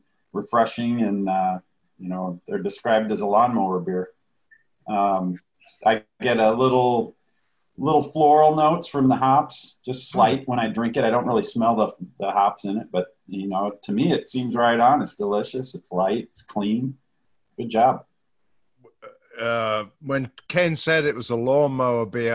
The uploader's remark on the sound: on a Zoom call